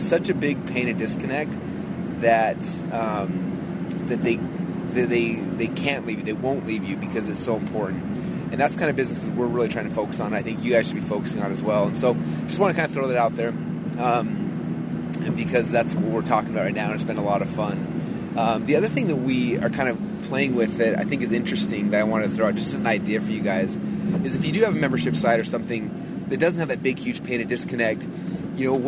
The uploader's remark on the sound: I’m in the Ferrari driving home at 2:00 in the morning. It is freezing cold!